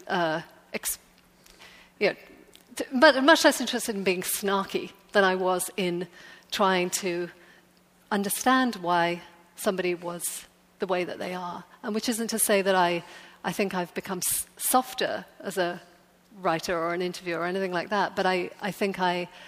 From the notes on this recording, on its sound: LIVE from the NYPL